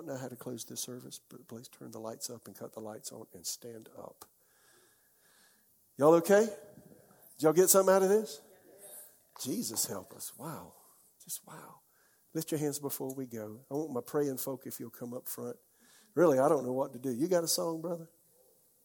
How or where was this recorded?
live audience